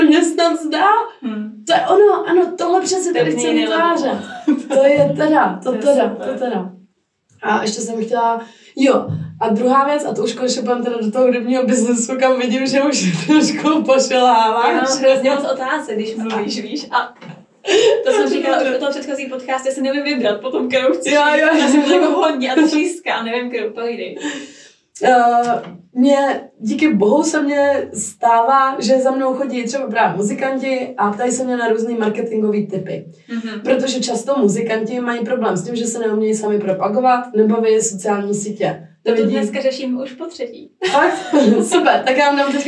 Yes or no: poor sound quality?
yes